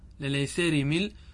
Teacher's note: طيب وللأيسار مل، للأيسار مل عندنا فتحة التي هي السين، السين مفتوحة ووقعت قبل الراء المكسورة، فهذه أيضا الفتحة تقبل الإمالة فتميل الفتحة التي في السين إلى جهة الكسرة